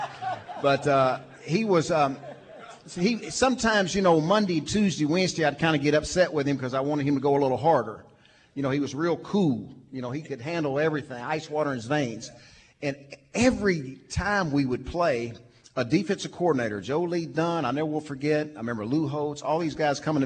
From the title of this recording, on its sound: from the Little Rock TD Club